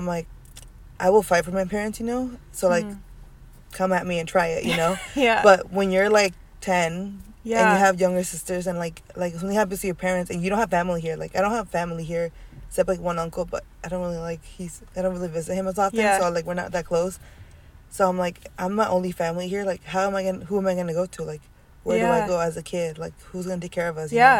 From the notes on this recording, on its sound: don't mind my toddler making some noise in the background